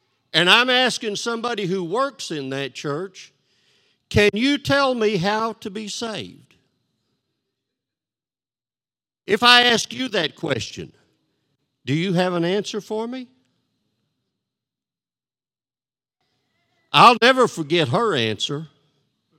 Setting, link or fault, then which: setting, large echoing room